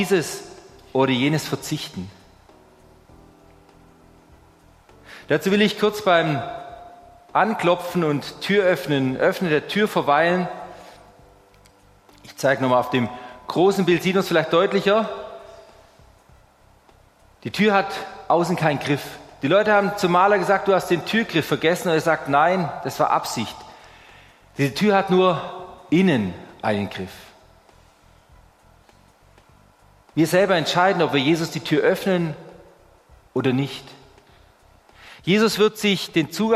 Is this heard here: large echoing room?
yes